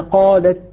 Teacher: انحبس الصوت للحظة ثم يجري النفس · Term: الشدة